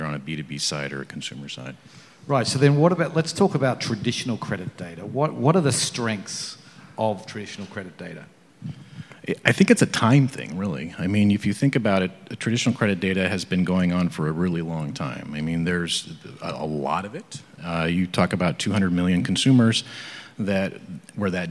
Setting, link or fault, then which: setting, busy venue